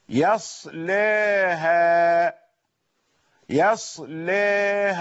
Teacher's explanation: طيب إذا أردت أن تقلل لورش، تقليل ذات الياء، لا ينفع التقليل مع الفتح، لأن التقليل إمالة عن الفتح، لا ينفع التقليل مع تفخيم اللام، انتبه، بل تجعل التقليل الذي هو الإمالة الصغرى مع الترقيق لأنه المناسب